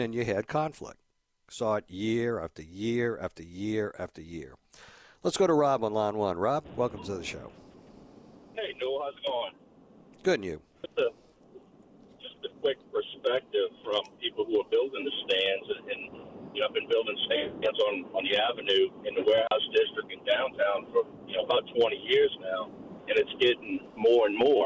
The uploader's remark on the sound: Some of the WWL Listeners call in to share their perspectives